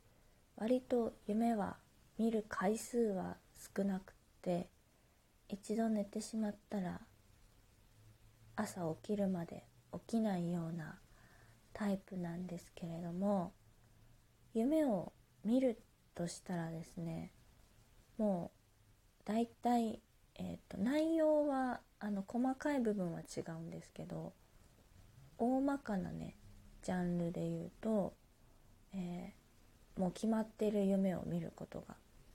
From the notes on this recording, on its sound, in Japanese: 自宅でスマホによる収録のため様々な騒音が収録されています、ご了承ください